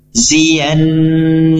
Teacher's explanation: Kemudian lafaz berikutnya walanajziyanna, ziyanna, di sini ada gunna musyaddadah hukum bacanya, yaitu nun bertasydid yang dibaca dengan dengung 2-3 harokat